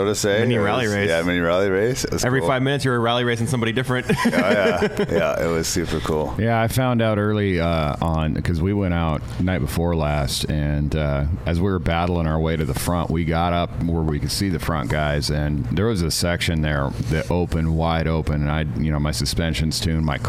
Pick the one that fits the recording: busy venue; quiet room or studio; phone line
busy venue